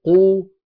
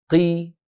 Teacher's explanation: ارتفاع وسط اللسان عند المكسور يقلل حجم الهواء · Shown in: second take · الذي والحيز الذي يأخذه الصوت في الفم.